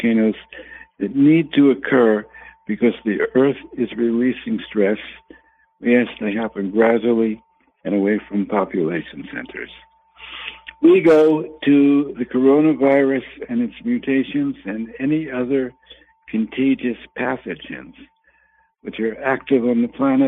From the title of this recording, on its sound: Conference Call LIVE, August 8, 2022